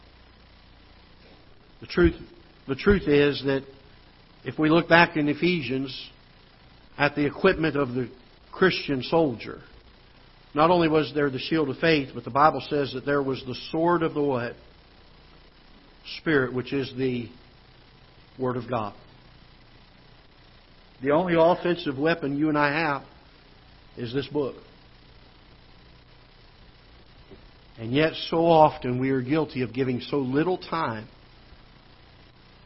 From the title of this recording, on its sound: Ketha Heights Baptist Church ~ Live Broadcast